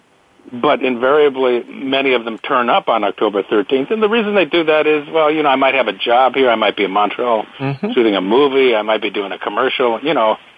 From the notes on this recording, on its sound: A very special edition of Soap Central Live. Take calls from fans.